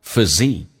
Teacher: 叫 such a healthy physique,重音在后面。